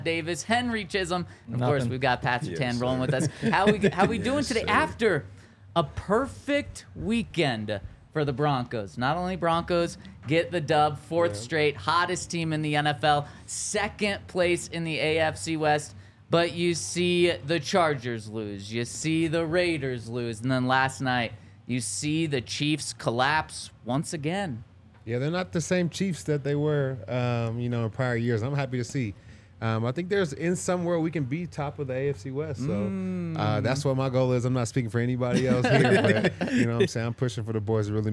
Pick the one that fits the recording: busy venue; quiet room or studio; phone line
busy venue